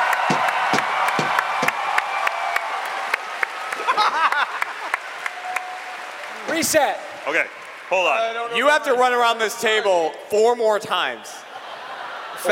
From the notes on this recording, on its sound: RTX 2019 Live! A mind-bending, genre-jumping live comedy extravaganza.